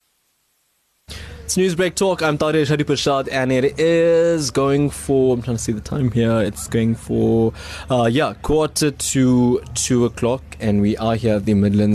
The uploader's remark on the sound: live from the Midlands Diwali Festival